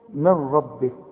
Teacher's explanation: النون بتخش في الراء ادغام كامل بدون غنة